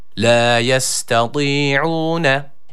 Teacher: Öncelikle tı harfine dikkat ediyoruz. I arası bir sesle bir elif miktarı uzatıyoruz. Kalın bir harftir.